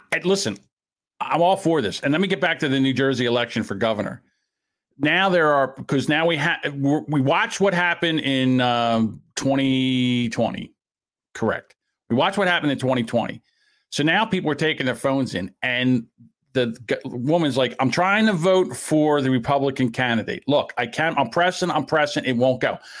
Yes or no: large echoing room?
no